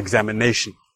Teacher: the fourth syllable, the ne, is where we hear the stress